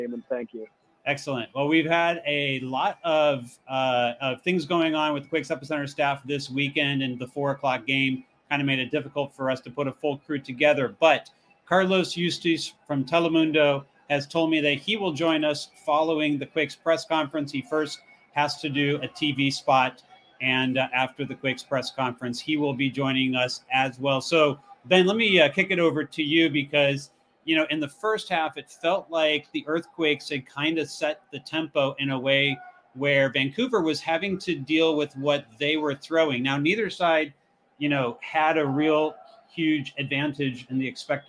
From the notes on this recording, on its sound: live from BC Place in Vancouver